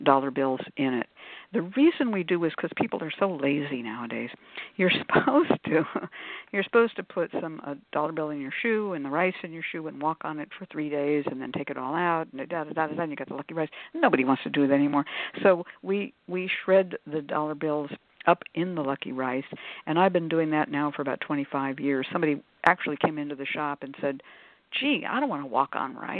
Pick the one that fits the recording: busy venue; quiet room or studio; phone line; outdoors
phone line